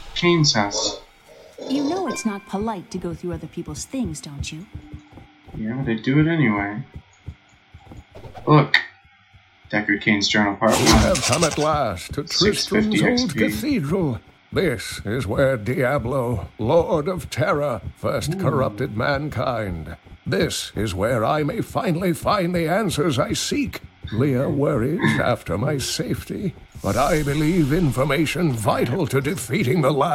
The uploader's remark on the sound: Sorry for any crackly audio